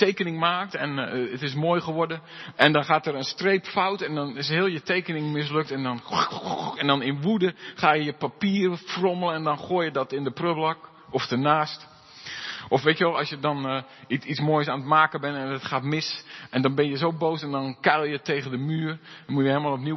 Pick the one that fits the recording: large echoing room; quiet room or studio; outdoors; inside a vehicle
large echoing room